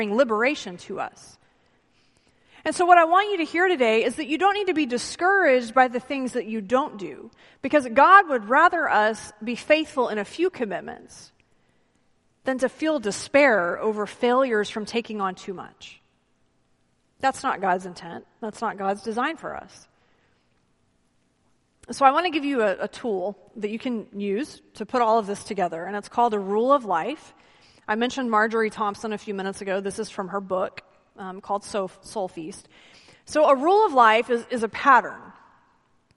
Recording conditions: large echoing room